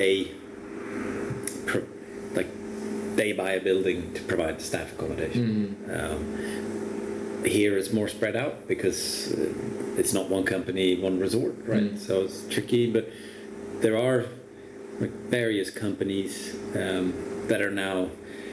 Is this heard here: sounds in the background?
yes